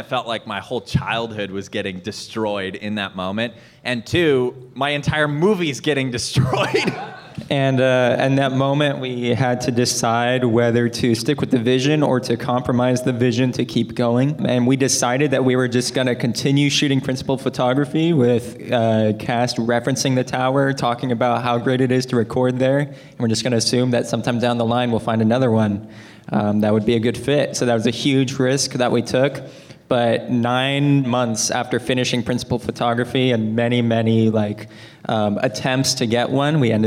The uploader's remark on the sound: The Q&A Panel from the Space Waves World Premiere.